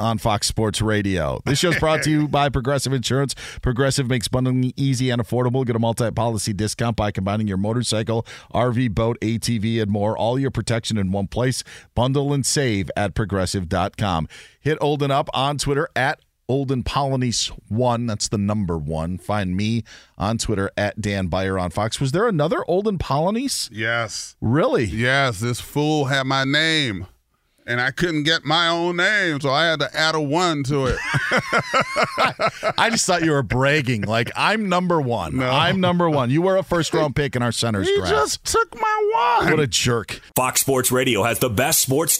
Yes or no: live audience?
no